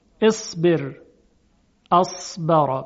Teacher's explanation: قدری تفخیم صاد در حالتی که ساکن باشه و ما قبل مکسور کمتره